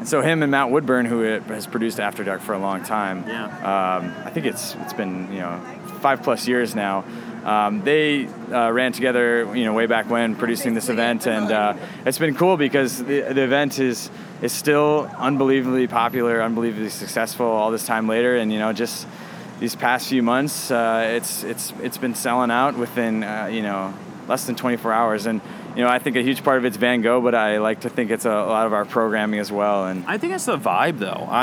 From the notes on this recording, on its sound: Recorded at SXSW 2016.